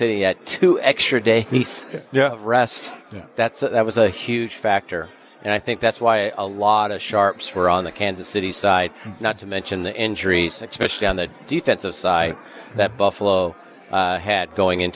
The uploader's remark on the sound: Live from the Super Book at Westgate Las Vegas.